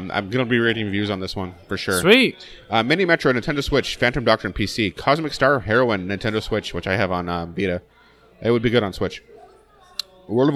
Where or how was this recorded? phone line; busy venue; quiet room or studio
busy venue